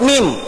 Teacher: keluar dari asyafatain, ketemu bibir atas dan bibir bawah.